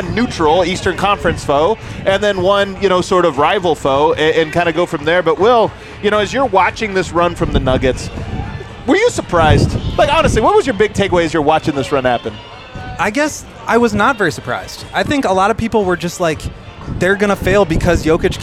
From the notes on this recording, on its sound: live from Circa Stadium Swim